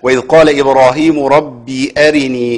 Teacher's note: تمام. ولكنه قد يضيف لها ياء أو تميل ناحية الياء بدل الكسر، يعني زاد في حركة الكسر · Term: ياء صغيرة